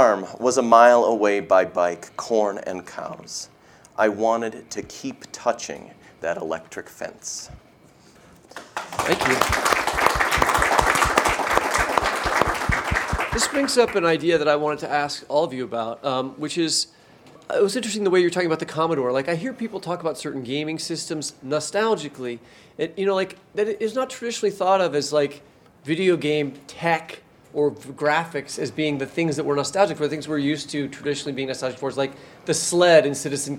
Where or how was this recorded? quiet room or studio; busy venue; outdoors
busy venue